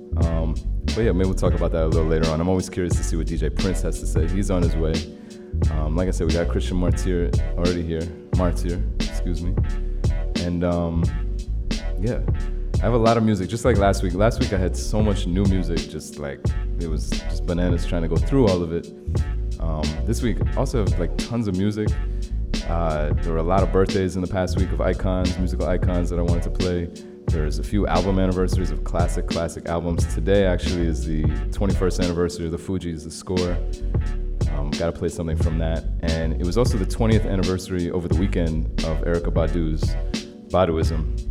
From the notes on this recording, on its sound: Originally broadcast live on February 13, 2017 from the storefront of The Late Late Bar on Houston Street in New York City.